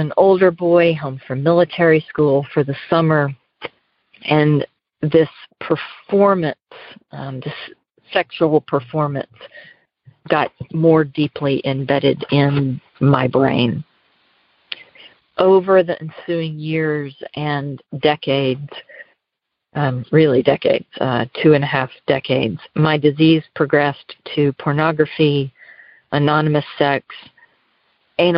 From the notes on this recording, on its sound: Noon Phone Speaker Meeting